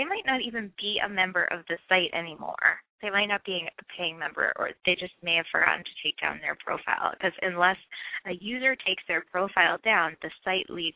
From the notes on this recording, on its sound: Call-in